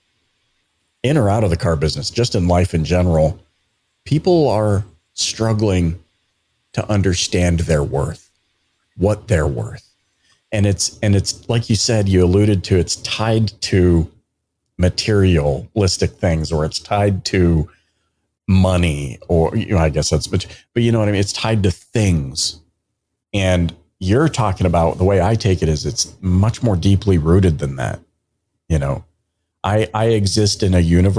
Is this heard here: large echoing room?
no